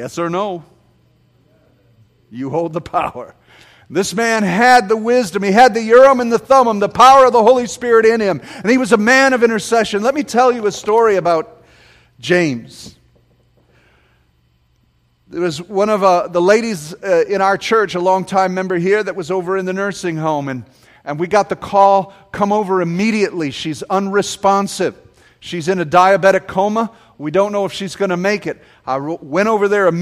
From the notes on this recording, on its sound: This sermon was preached at James Bankston's funeral